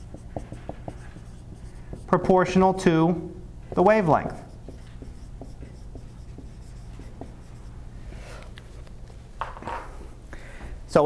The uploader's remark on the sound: Live Class Lecture